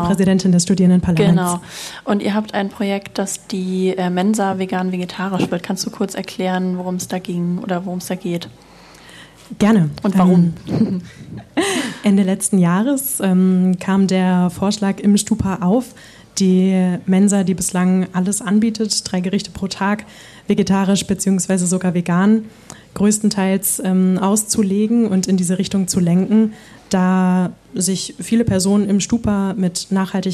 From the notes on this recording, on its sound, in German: Gedankensprünge“ live vor Publikum: Im Rahmen der Langen Nacht der Museen in Lübeck waren wir erneut im Willy-Brandt-Haus zu Gast.